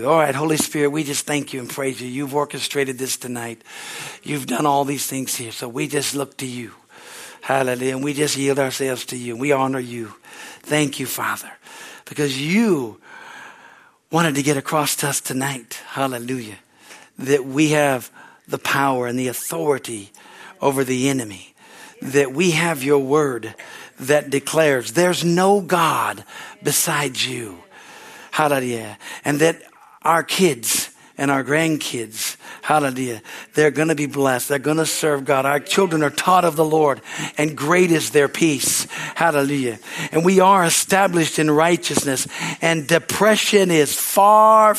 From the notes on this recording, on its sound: from the Wednesday service on March 15, 2023 at Harvest Bible Church in Stockton, CA